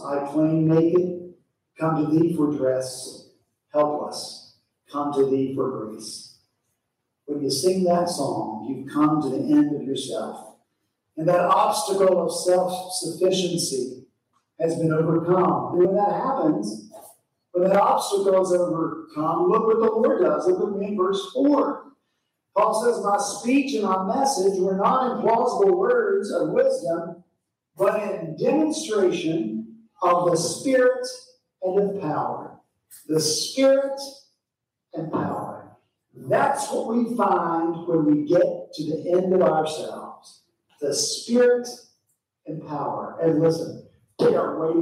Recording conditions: large echoing room